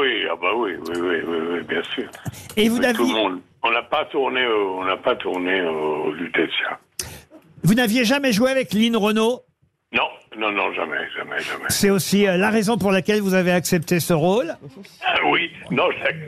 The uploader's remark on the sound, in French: LE COUP DE FIL DU JOUR